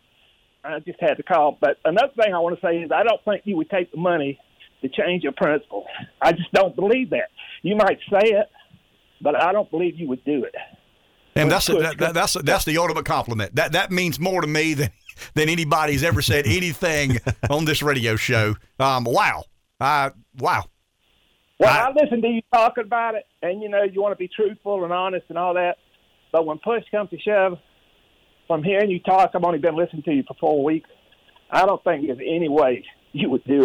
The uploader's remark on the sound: calls